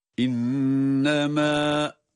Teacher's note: Yani bu kelime okunup durulacaksa bir elif miktarı uzatılır. Kendi tabii olan uzatma miktarıdır.